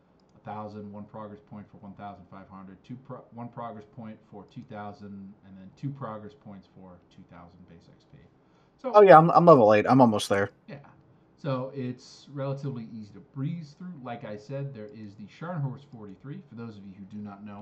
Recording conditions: poor microphone